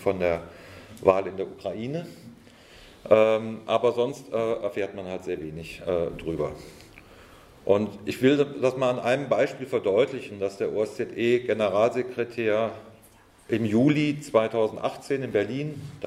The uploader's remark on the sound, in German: Vortrag auf der Konferenz «70 Jahre: Kein Frieden mit der NATO» der Rosa-Luxemburg-Stiftung in Frankfurt am 31.